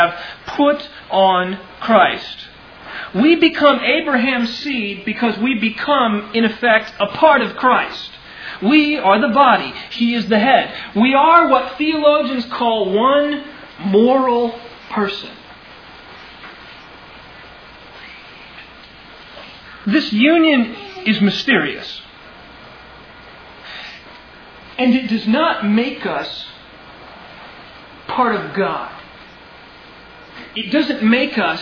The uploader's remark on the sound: Originally delivered on 4 June 2000 at Sovereign Grace Baptist Church in Van Alstyne, TX.